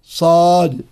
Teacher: والصاد حرف قوي لأنه حرف مطبق مستعلن فيه صفير وهو مهموس